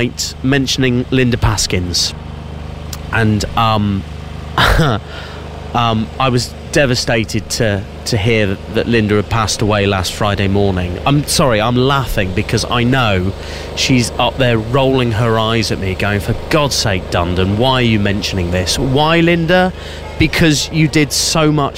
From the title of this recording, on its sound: Outside Broadcast from the Great Dorset Steam Fair